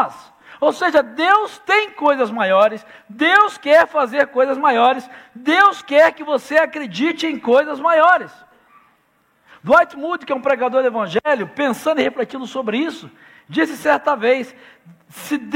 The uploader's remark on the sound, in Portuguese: Celebração ao vivo.